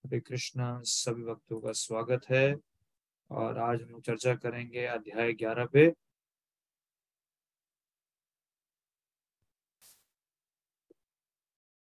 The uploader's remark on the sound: Zoom recorded session